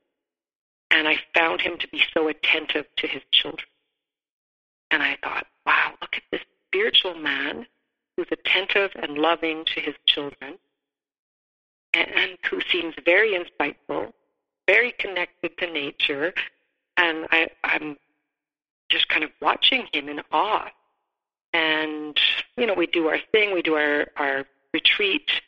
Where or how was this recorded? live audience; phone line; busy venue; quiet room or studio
phone line